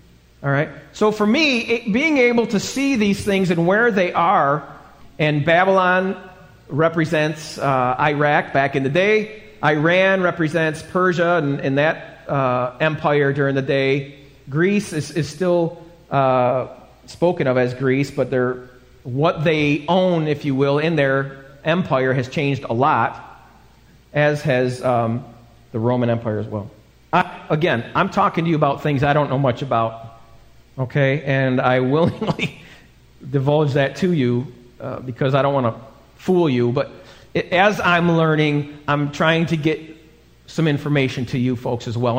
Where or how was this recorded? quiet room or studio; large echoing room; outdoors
large echoing room